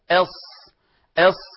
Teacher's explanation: تخرج من طرف اللسان مع ما بين الثنايا العليا والسفلى، قريب إلى أطراف الثنايا السفلى، قريب إلى أطراف الثنايا السفلى، مع إبقاء فرجة يسيرة بين اللسان والثنايا وهي على الترتيب الصاد والزاي والسين. · Term: حروف الصفير